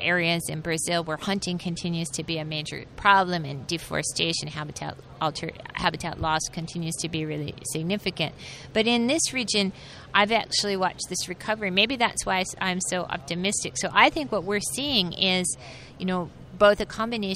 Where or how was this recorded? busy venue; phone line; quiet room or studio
busy venue